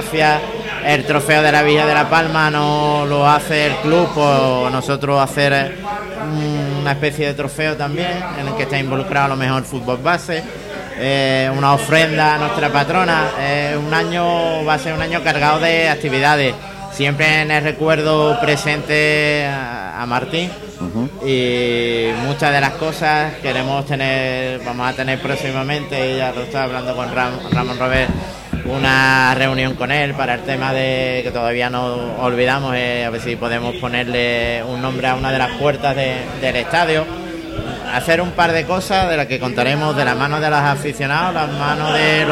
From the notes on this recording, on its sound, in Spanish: emitido En directo desde el restaurante del Club Náutico Saladillo